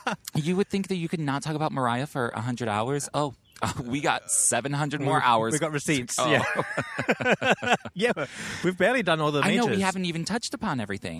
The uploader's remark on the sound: Live from Central Park NYC